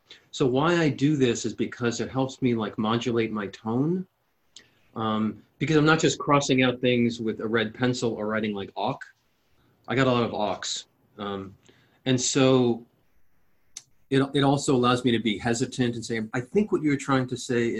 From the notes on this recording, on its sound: An excerpt from a live Zoom session which was part of a four day workshop Preparing to Teach in a Flexible Hybrid Model.